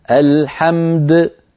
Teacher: تعطي الميم حقها من البينية والدال حقها من القلقلة